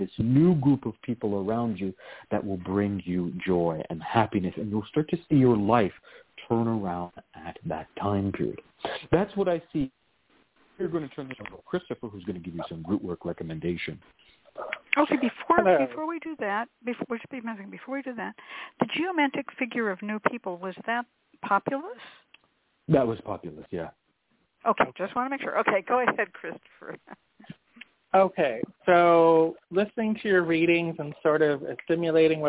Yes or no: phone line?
yes